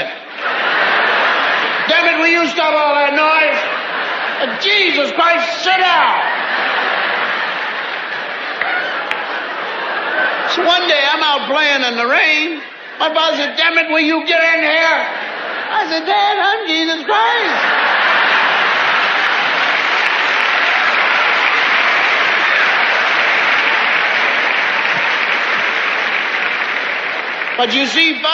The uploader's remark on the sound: recorded at a performance in Canada